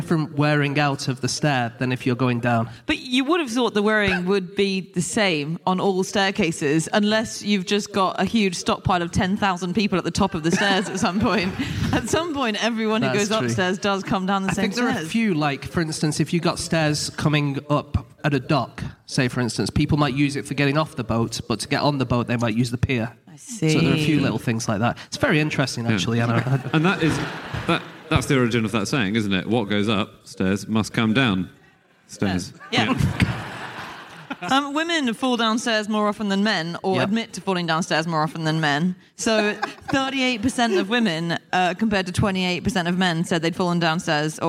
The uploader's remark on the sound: Live from Edinburgh